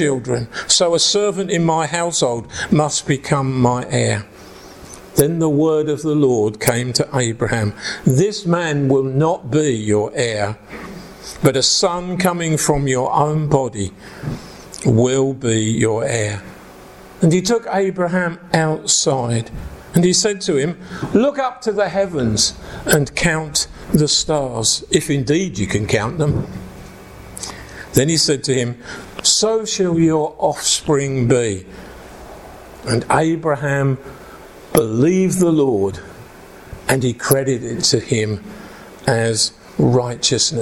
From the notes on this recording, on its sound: preaching at an Encounter Night Service at Ashingdon Elim Church